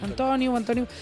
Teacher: amb entonació, a sa O, no a sa U